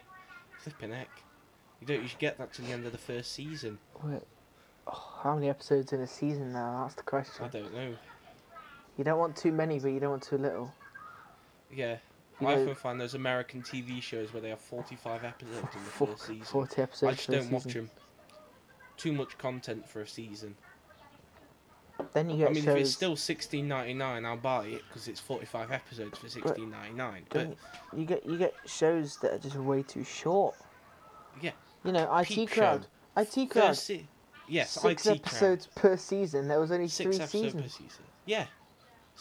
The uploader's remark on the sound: there are issues with delay in some of the mics, Also ignore cartoon network in the background